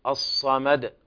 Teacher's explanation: فبين الصفير والهمس في حرف الصاد